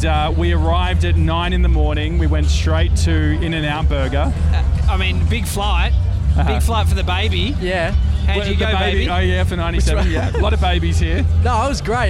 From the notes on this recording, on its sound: Live From The West Hollywood Halloween Carnaval. We're live from LA!